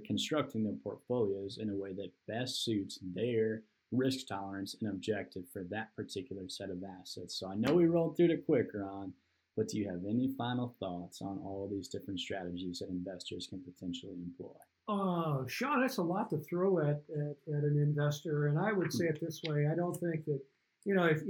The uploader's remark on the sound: After battling through some technical difficulties in producing this podcast. Produced with some low quality audio.